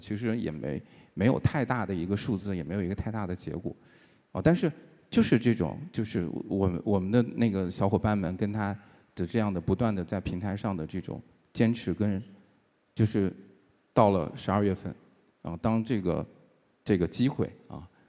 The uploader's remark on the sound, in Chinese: 最近新榜在上海举办了2023新榜大会。发布今年新榜大会上的部分演讲内容。在新榜大会上进行的一场圆桌对话。